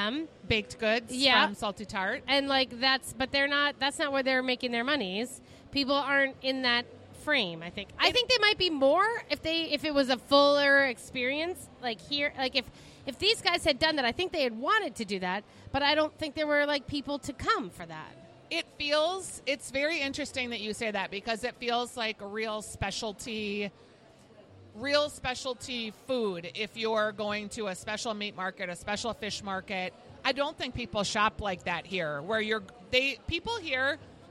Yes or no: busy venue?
yes